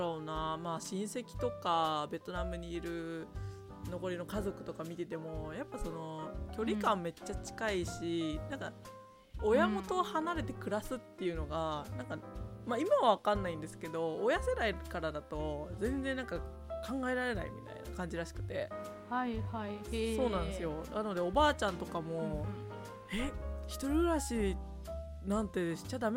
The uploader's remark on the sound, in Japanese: 今回、編集の関係上音声が少し小さくなっております。